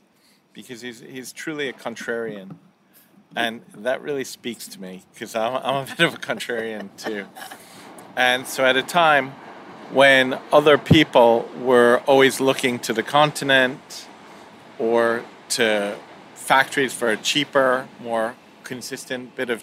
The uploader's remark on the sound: on location in London this week, for Neals Yard Dairy 's 40th birthday party!